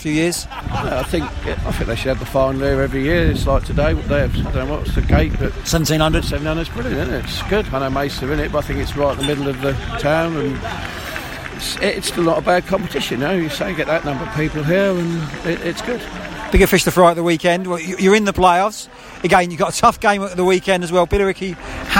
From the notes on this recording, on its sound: Record the show during a cup final, including a live penalty shoot-out. After Maidstone United's Kent Senior Cup win over Folkestone Invicta.